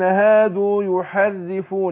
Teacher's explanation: اجيب راء واحده بس ما كررهاش. أقول من الذين هادوا يحرفون يحرري يبقى أنا طالع رأيه مكسورة ومرققة وفي نفس الوقت ما اتكررتش.